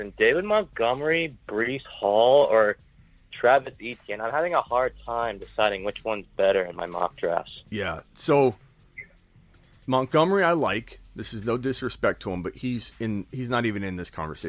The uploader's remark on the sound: takes phone calls and answers voicemails all show long